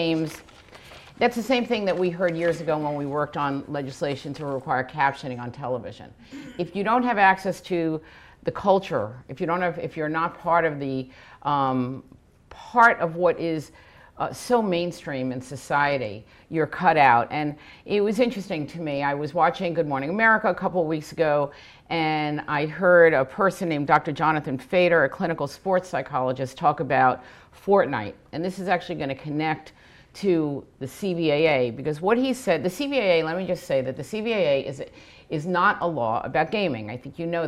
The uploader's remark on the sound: A talk at the 2018 Gaming Accessibility Conference